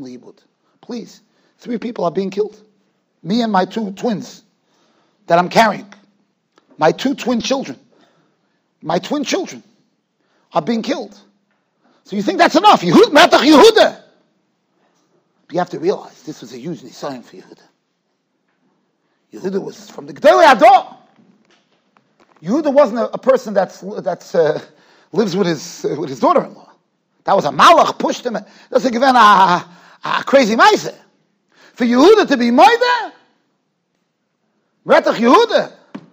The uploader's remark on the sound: Shiur recorded in Yeshivas Ohr Reuven, Monsey, NY